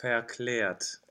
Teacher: This one is special because it's the E-Umlaut. So the E-Umlaut is always an open epsilon E.